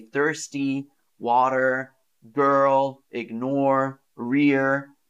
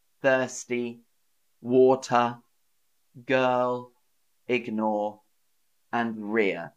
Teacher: if it's at the end of a vowel and not followed by another vowel, we don't really say the R in British. · Shown in: second take · So an American might say thirsty, water, girl, ignore, rear.